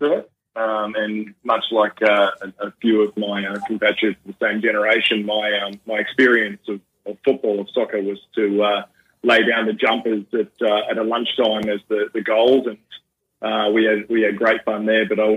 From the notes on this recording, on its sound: In the studio the Team this week will be. These guests live on the phone.